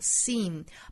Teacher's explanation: S-E-E-M 这个词读成 seem,包含长音的紧音的 E 的发音